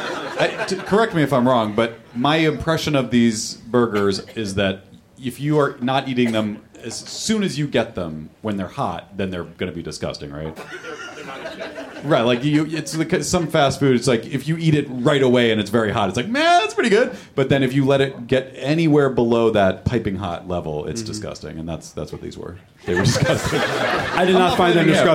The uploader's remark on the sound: Live in Minneapolis.